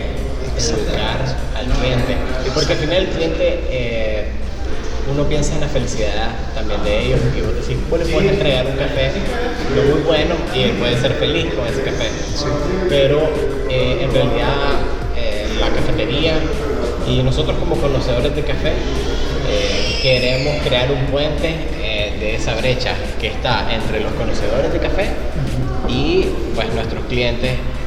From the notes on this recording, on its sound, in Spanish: Teco Coffee House en el Festival Centroamerica de Café.